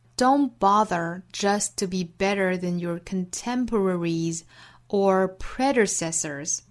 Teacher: don't 尾部的 t 的音 just 尾部的 t 的音都直接略掉